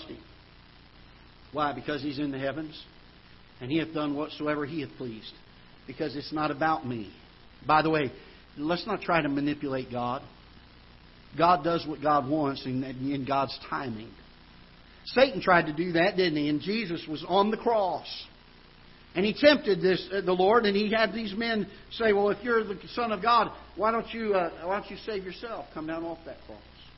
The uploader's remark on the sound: Ketha Heights Baptist Church ~ Live Broadcast